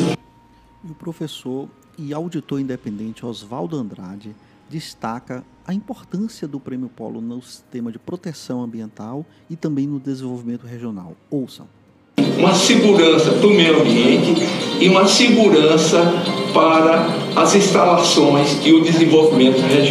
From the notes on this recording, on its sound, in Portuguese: Cobertura ao Vivo do Prêmio Polo de SSMA. A cobertura da entrega do Prêmio Polo de SSMA do Polo Industrial de Camaçari.